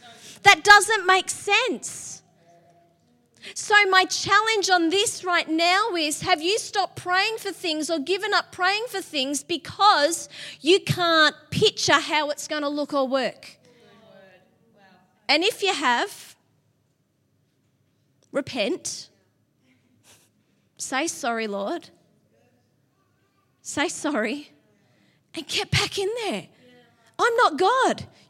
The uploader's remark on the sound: LIVE at Echo Church